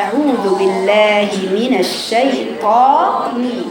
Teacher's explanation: اعوذ بالله من الشيطان، ما تقوليش طا طا طا لان انت بتعملي اسمع طا بيبقى فيها ضمه من غير ما تشعري، طا طا افتحي الطاء، افتحوا الطاء يا بنات، الطاء ما فيهاش ضمه، الشيطان الطاء ليست بها ضمه لا في الصوت ولا بالشفايف